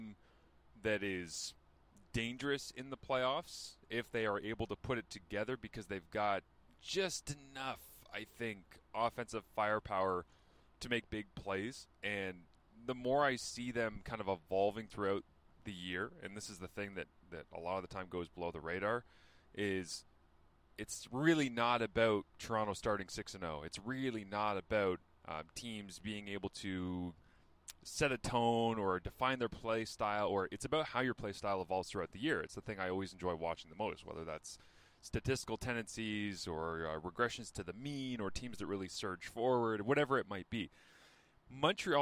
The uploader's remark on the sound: 5am Car Thoughts! Live from the CFP mobile studios.